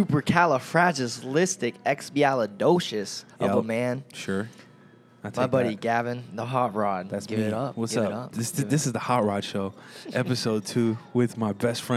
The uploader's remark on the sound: We recorded this episode in the middle of a Mcdonalds.